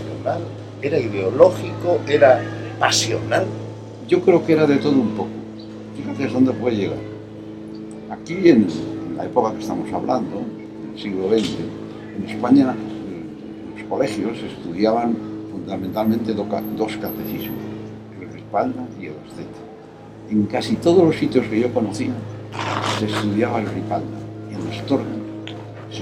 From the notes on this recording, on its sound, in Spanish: Mirada con libro en un jardín con mucho ruido.